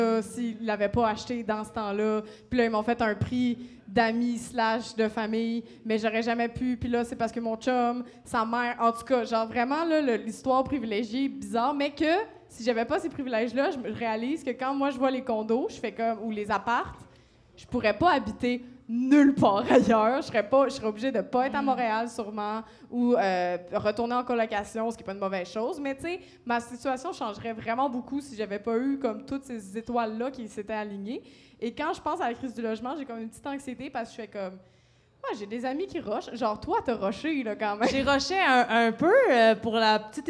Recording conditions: live audience